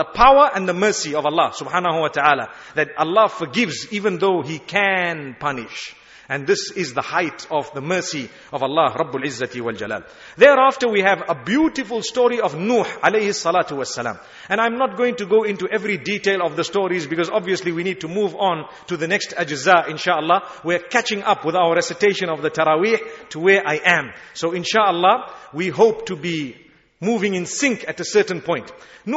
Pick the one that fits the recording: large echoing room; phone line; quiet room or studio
large echoing room